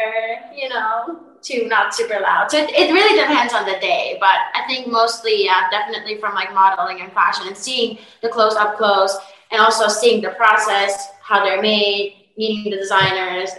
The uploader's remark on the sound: full zoom interview